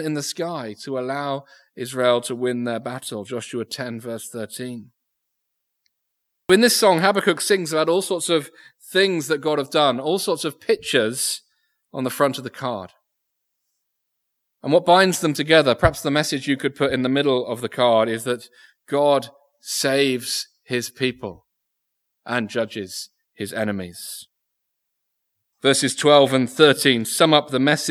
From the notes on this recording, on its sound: Recorded Live Sermon from Binscombe Church (BWS).